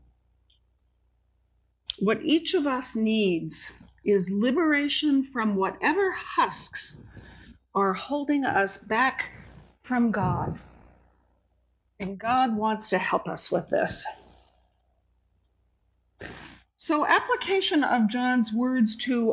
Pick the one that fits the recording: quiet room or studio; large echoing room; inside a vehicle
large echoing room